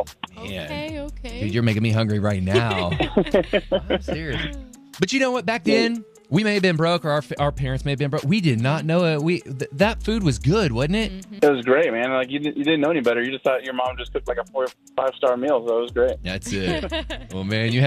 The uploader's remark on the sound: Listeners call in to share their recipes as well. On 94.9 KLTY!